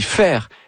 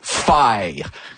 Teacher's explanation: Ils font carrément des triphtongues. · Shown in: second take